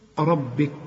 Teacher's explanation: الكاف دي من حروف الهمس، يطلع همس مش قلقلة